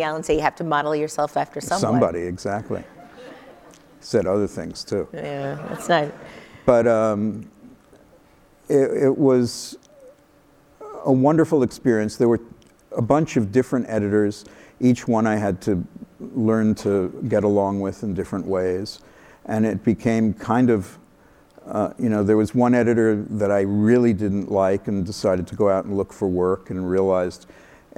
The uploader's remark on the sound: live on stage